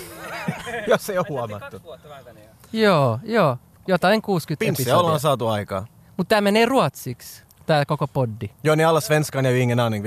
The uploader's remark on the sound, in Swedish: Podden är denna gång inspelad bland pöbeln ute på Råholmen i Helsingfors, och samtidigt live-streamad till våra glada följare för maximal interaktion med vildsinta actiondårar. Och när man rör sig bland folket så kan ju vad som helst hända.